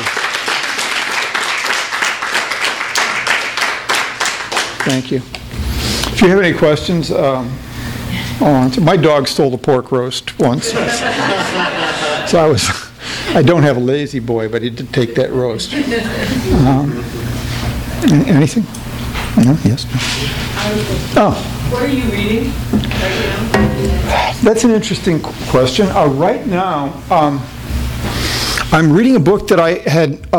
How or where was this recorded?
live audience